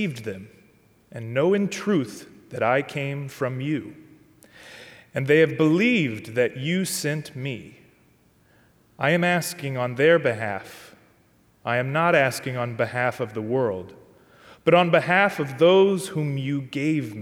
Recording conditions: large echoing room